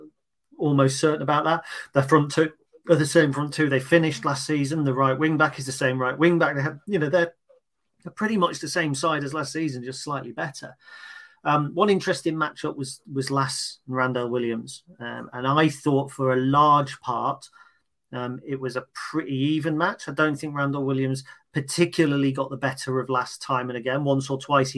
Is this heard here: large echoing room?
no